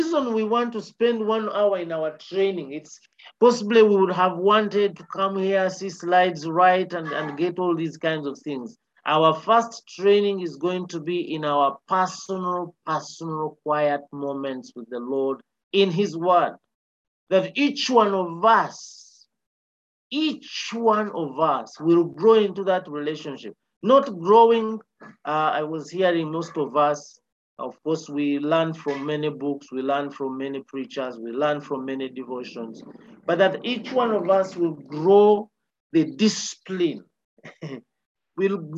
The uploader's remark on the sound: A recording from the 1st All Saints Cathedral Kampala Men's Discipleship Groups leaders' online training.